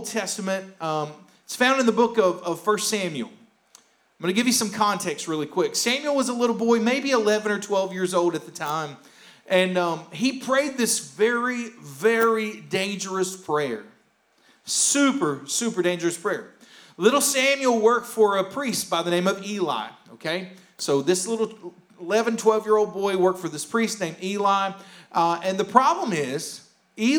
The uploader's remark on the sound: Here is a rebroadcast of our service from May 16th, 2021